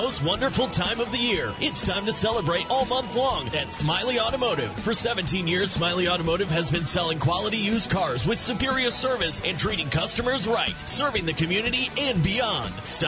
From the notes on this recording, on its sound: live from the Edison Invitational Wrestling event